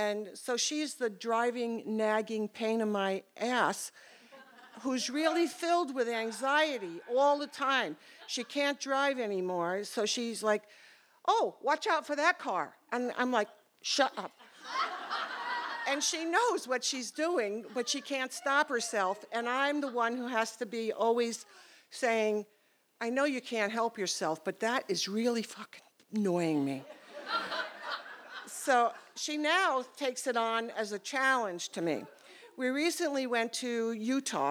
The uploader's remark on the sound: These stories were recorded in front of a live audience on August 20th, 2019 at Payomet Performing Arts Center in Truro, Massachusetts.